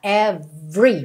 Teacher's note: O R é enrolado mesmo. O E do meio ali de every não é pronunciado